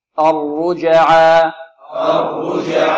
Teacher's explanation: مفخمة، والجيم مقلقلة وكذلك مرققة وشديدة، شديدة مقلقلة مرققة، أج، انظروا معي، أج، أرجع، أرجع، أرجع، وهذه ألف تمد بمقدار حركتين دون أن نختمها بهمزة